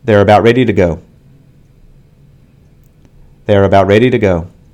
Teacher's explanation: In the first sentence, only the syllable red in ready and the word go are stressed.